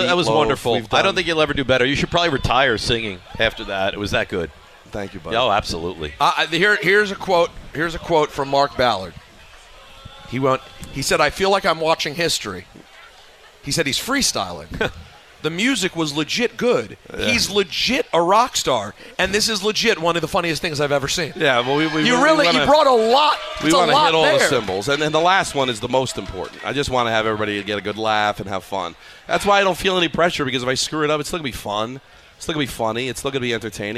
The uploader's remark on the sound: live from Bar